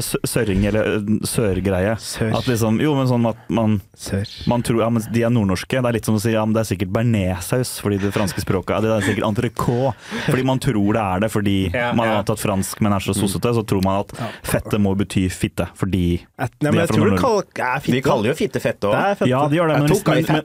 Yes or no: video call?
no